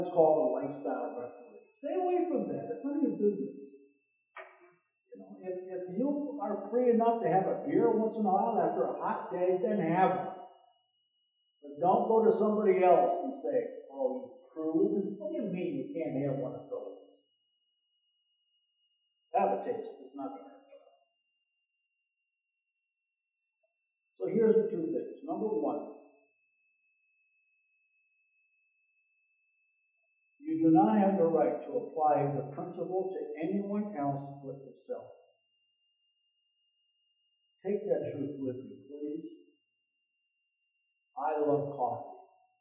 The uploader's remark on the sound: Audio quality is compromised.